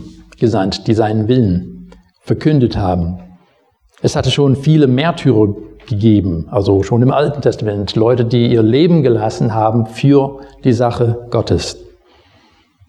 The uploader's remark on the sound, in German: Predigt aus dem Gottesdienst vom 27.